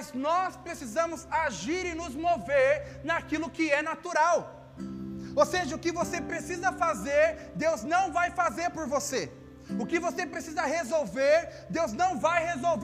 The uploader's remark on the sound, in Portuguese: Áudio do culto de Domingo